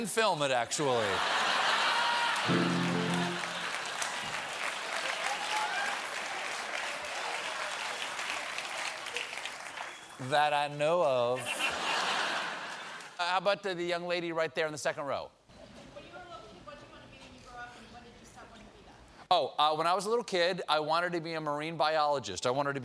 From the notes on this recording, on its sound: takes questions from the audience.